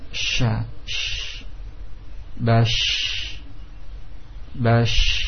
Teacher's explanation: Untuk menyempurnakan pengucapan huruf sya, yaitu hurufnya hanya satu sya, shin. Ya, ketika kita menyebutkan shin, setengah lidah menghempit kepada langit-langit atas · Term: tafashi